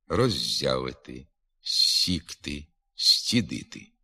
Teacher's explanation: Пом'якшується також звук «з» префікса перед «з», «с», «ц».